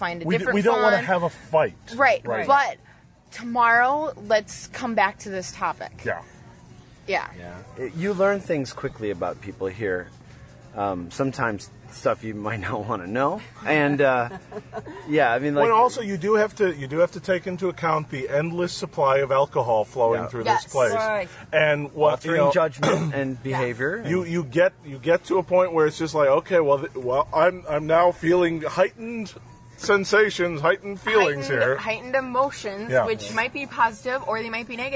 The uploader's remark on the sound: Live From Desire, The Sexiest Place on Earth. Live from an outside bed at Desire in sunny Cancun.